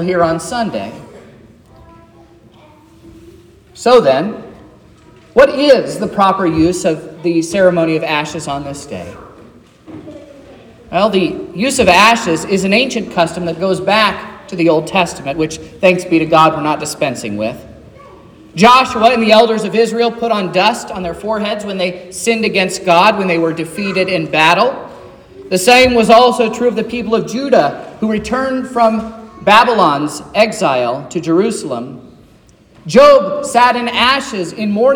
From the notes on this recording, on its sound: This is the sermon preached at Trinity Lutheran Church in Vallonia, Indiana, on Wednesday, February 14th, 2024, which was Ash Wednesday.